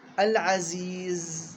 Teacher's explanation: الزاي فيها رخاوي، يعني يجب أن يجري الصوت مع الزاي. وفيها صفير لازم يطلع صوت العزيز.